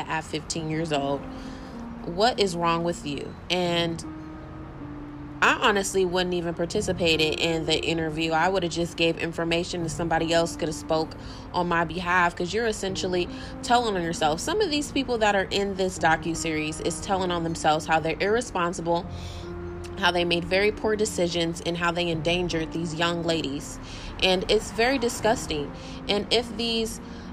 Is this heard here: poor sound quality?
no